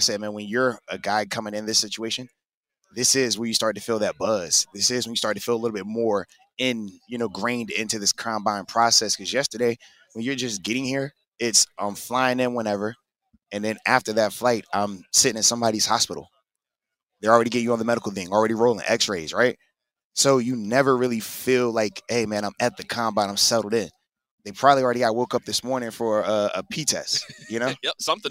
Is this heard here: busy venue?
yes